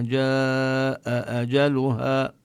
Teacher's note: المطلوب أن نظهر الهمزتين بوضوح